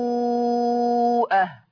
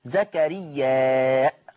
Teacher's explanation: يقرأ بإثبات الهمز، أي تقرأ والنبوءة، أي تصير مد متصل مقداره الإشباع بمقدار 6 حركات